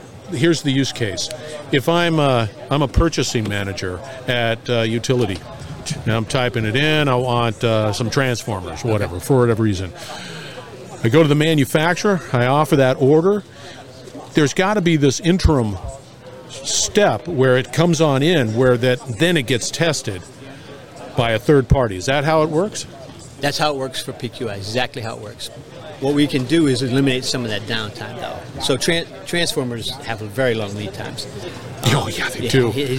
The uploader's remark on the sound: the Industrial Talk podcast at a conference in New Orleans